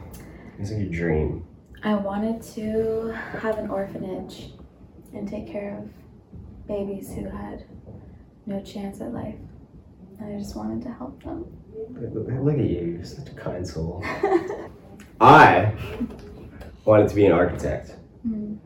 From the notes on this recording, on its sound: bad audio